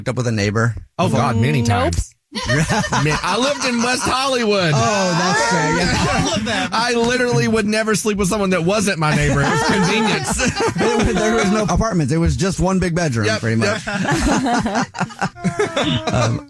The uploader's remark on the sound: There is someone who is on the phone to tell us a Dirty Little Secret that has to do with sliding into the DM's!